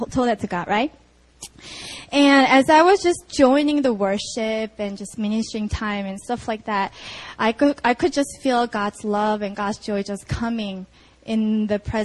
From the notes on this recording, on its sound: Sunday Service (Itaewon Campus 4pm)